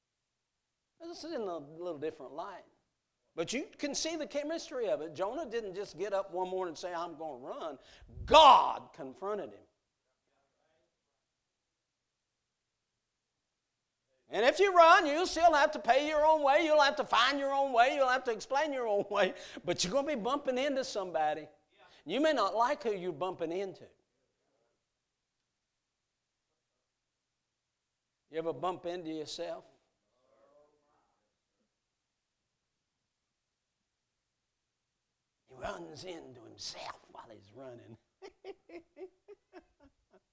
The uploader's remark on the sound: A message preached at Crossroads Baptist Church Youth Meeting on Friday night